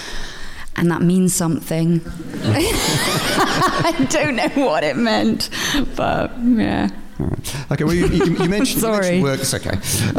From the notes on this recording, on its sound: Live From Kings Place. At our spiritual home of Kings Place, London, in front of a sold-out audience. Take some audience questions.